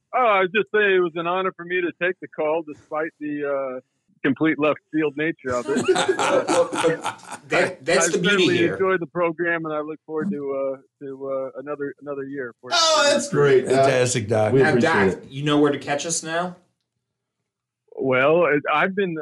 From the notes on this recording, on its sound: A surprise guest is ambushed over the phone lines.